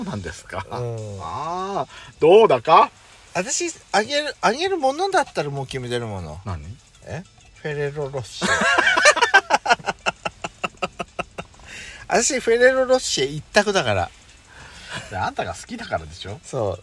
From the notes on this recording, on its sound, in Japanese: パーキング収録